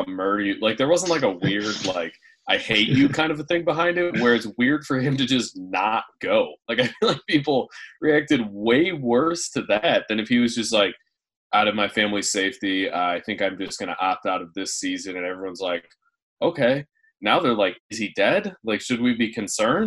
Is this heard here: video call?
yes